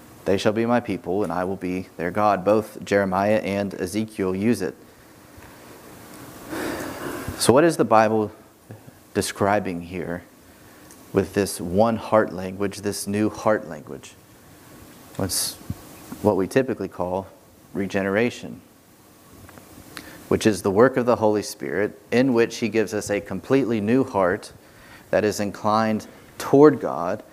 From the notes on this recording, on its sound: This sermon was preached on Sunday, June 20, 2021 from the pulpit of Grace Community Church in Berea, KY.